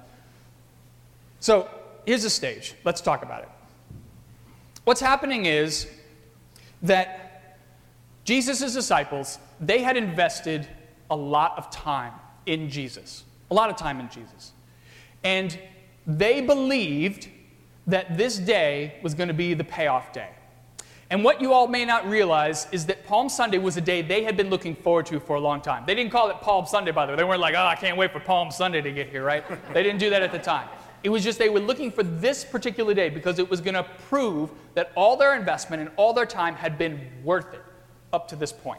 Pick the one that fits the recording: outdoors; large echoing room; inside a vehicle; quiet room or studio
large echoing room